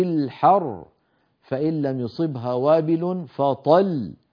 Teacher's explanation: يوقف عليها بهذا الضغط الذي يبين بأن الحرف الموقوف عليه لو وصل لكان حرفين · Term: بيان الوقف على المشدد